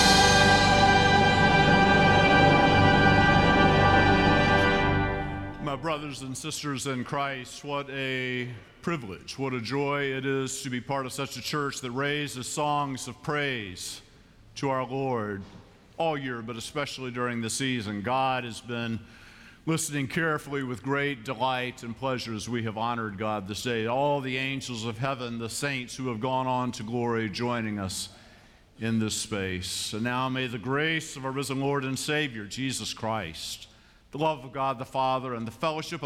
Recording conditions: large echoing room